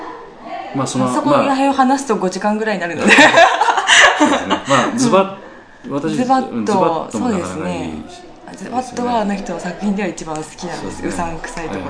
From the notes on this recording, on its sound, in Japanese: 客演の方々との飲み会時に収録させていただきました録音です。